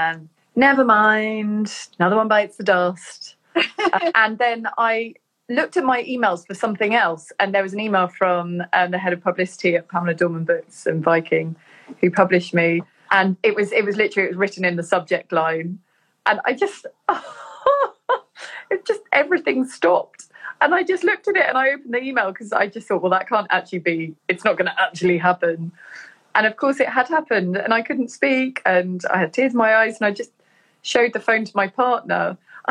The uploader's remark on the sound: an Instagram Live